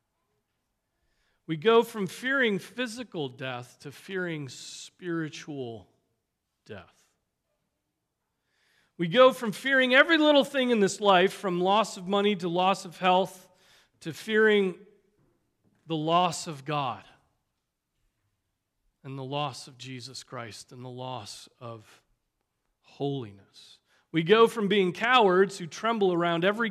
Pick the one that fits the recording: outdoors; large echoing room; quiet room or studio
large echoing room